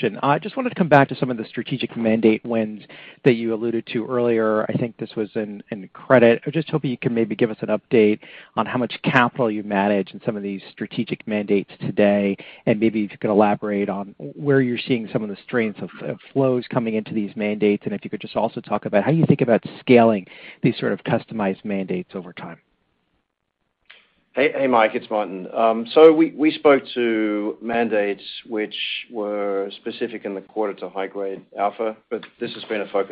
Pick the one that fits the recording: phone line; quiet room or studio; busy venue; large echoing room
phone line